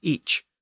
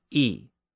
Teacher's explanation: Up to this point, the first person pronoun was each, spelled I-C. But now, the ch part was starting to be dropped, and it just became E, rendered with the single letter I.